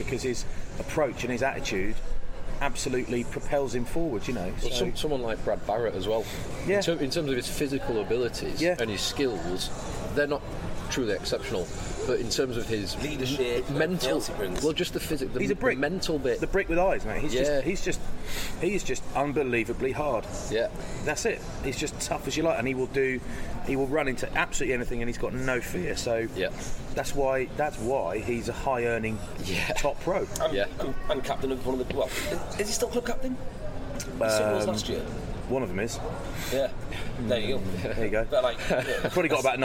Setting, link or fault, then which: setting, busy venue